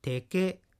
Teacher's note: 所属形となるとテはテケという具合にアクセントが一つ後ろに移動します